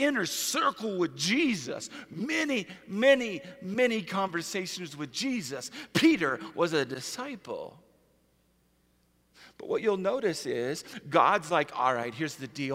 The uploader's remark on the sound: Easter at the Civic Center